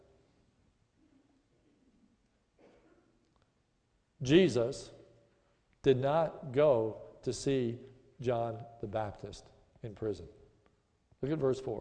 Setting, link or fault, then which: setting, large echoing room